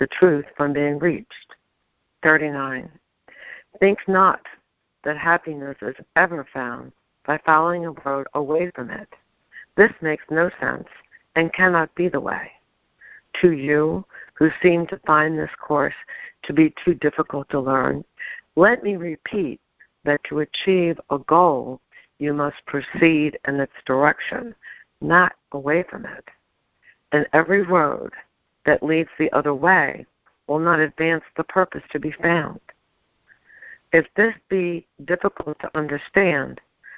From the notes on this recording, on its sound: ACIM Daily TEXT Conference Call